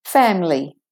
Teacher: But often people say family, straight from the M to the L